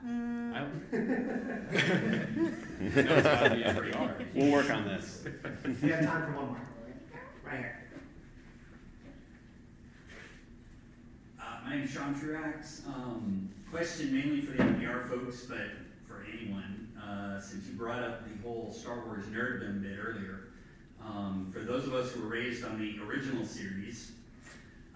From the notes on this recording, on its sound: Live Show in Arlington. Gathered at the Arlington library in Virginia. This was a live show in front of an audience.